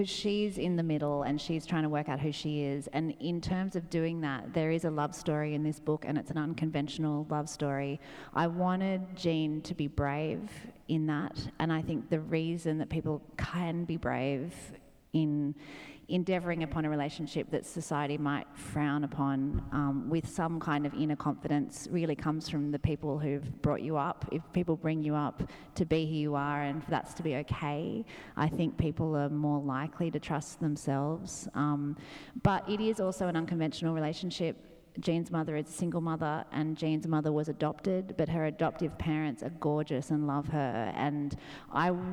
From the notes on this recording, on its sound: recorded at the 2017 Newcastle Writers Festival